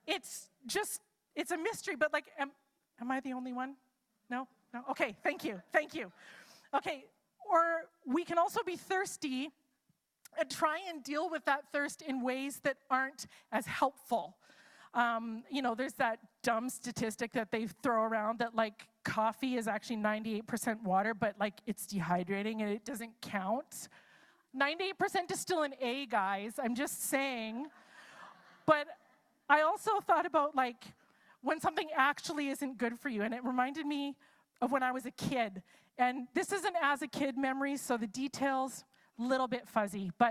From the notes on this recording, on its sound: It's a LIVE service!